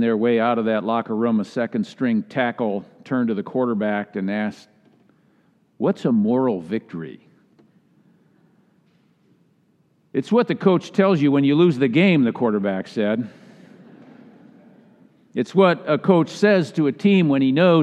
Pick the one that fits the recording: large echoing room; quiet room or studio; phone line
large echoing room